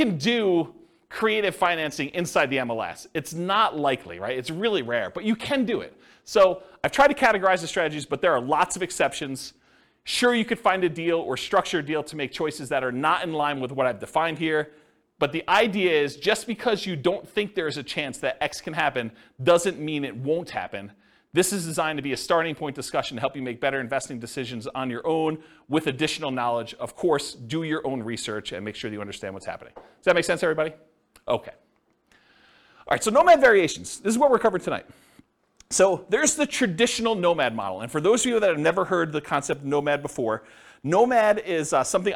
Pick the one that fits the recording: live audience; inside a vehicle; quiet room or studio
live audience